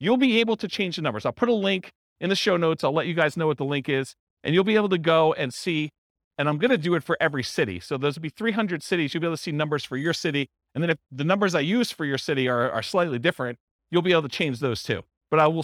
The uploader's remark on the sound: This was a live class recorded